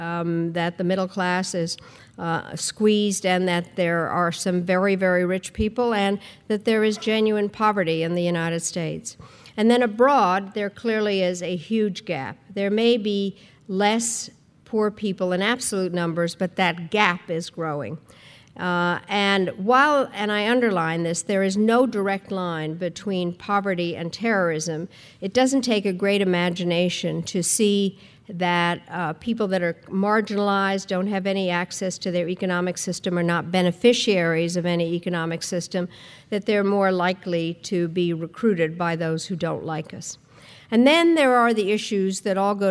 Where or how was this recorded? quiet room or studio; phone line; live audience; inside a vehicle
live audience